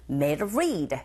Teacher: 앞서 설명드렸던 전치사 of 뒤에 역시 r 사운드, 자음의 소리가 왔기 때문에 v 사운드가 약화되어져서 연결해서 들리게 되고